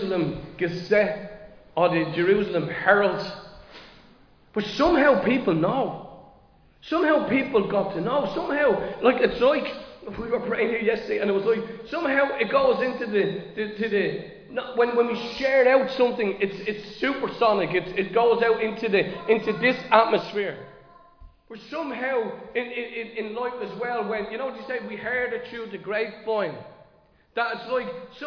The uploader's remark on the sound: Recorded live in Liberty Church.